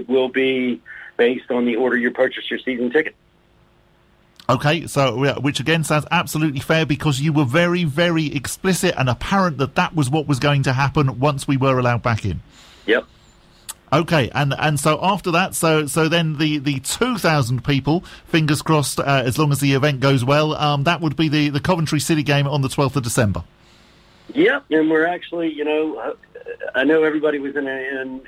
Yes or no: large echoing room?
no